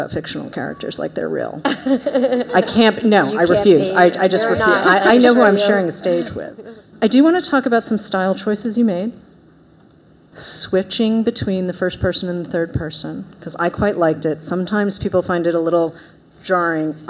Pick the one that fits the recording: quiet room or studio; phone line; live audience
live audience